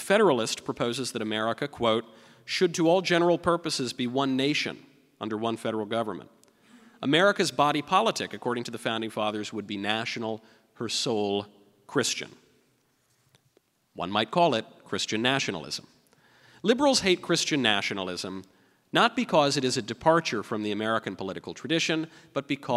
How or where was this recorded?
live audience